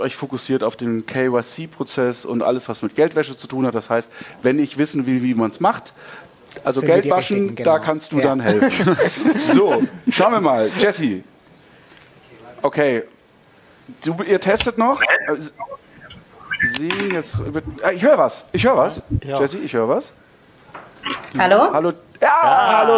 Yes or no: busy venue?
yes